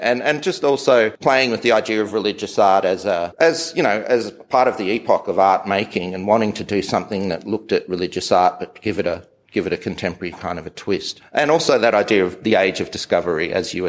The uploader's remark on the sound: This episode our two hosts will be heard only briefly, before we dive into a live conversation from the beautiful Australian Galleries in Fitzroy, Melbourne.